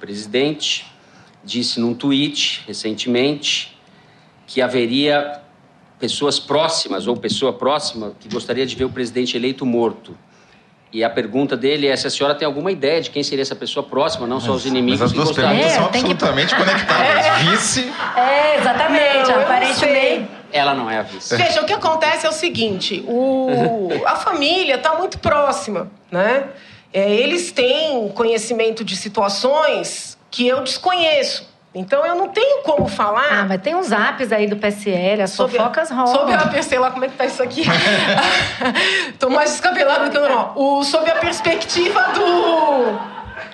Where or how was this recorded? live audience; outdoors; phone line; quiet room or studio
live audience